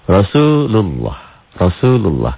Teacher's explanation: Lafadz Allah dibaca tebal bunyi O karena sebelumnya berbaris di atas.